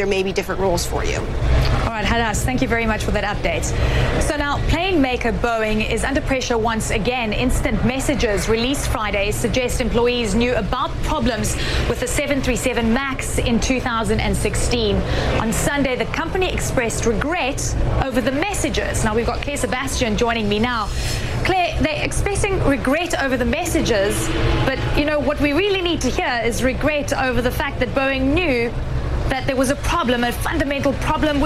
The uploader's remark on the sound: live from outside the Houses of Parliament